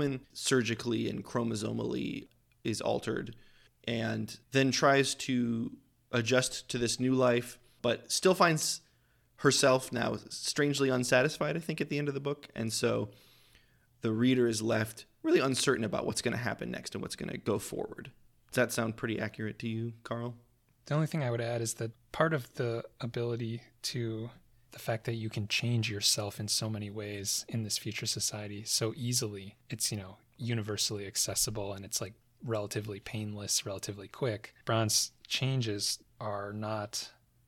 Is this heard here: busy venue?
no